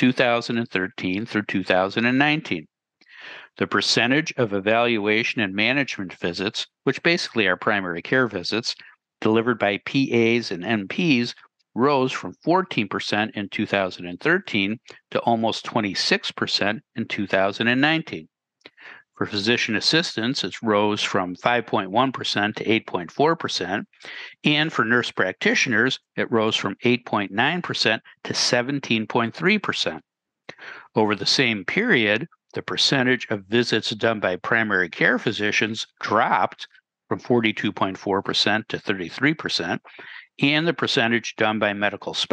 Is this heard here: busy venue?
no